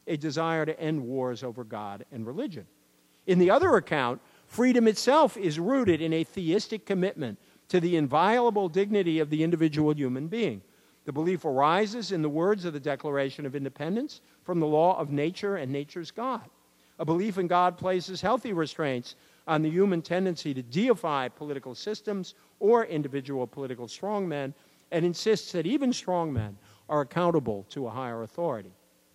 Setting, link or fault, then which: setting, large echoing room